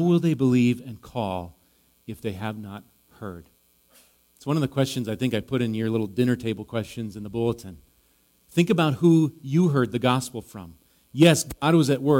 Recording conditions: large echoing room